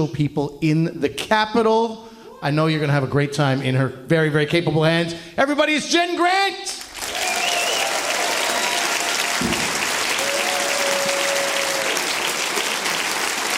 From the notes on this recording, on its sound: A live show from the Shenkman Centre for the Arts!